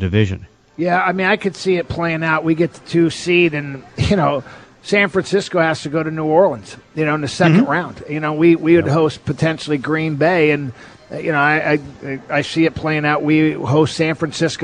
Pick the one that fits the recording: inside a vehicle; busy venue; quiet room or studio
busy venue